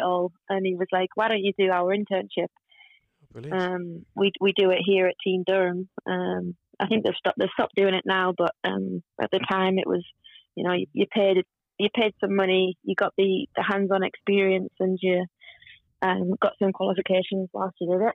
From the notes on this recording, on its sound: In a slightly different Pod from usual. On the phone (it's all getting technical!).